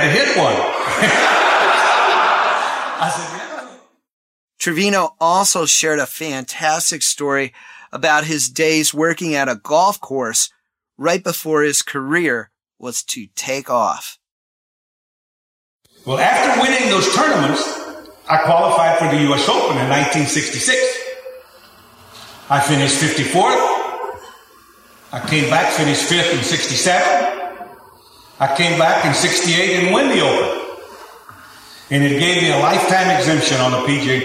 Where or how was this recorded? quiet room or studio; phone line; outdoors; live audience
live audience